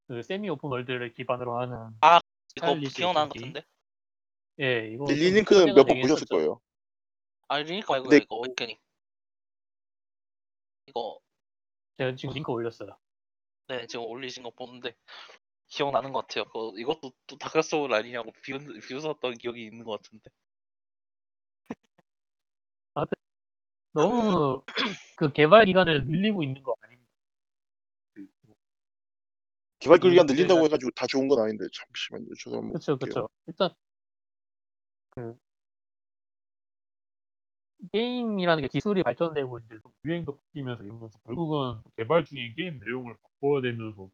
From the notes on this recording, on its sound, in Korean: 음질이 안좋습니다. 디스코드문제로 녹음시 음성이 이상하게 녹음된 문제가 있습니다.